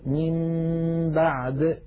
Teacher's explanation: إذن عندما يأتيني نون ساكنة بعدها باء أو يأتيني تنوين بعده باء، من بعدي بدل أن أقول من بعدي أقلب النون إلى ميم ثم أمط غنة تلك الميم المقلوبة فأقول من بعد.